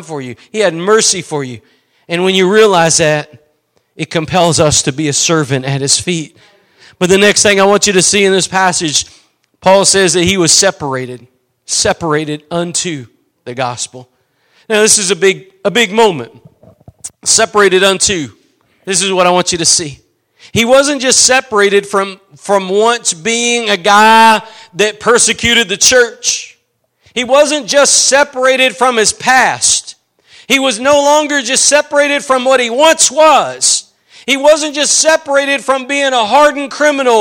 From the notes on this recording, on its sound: Preached at Gospel Lighthouse in Bossier City, La.